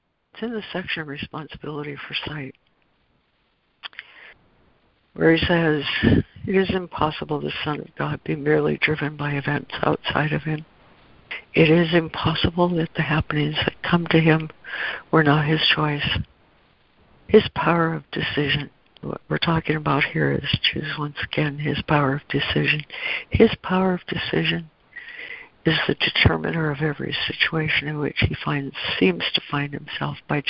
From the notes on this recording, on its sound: ACIM Daily Conference Call